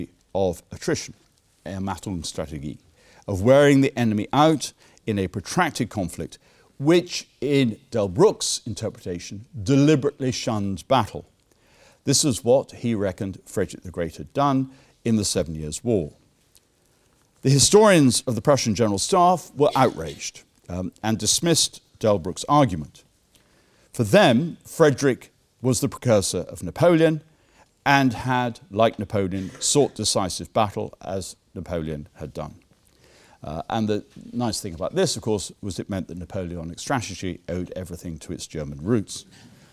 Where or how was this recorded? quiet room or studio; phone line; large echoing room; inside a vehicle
large echoing room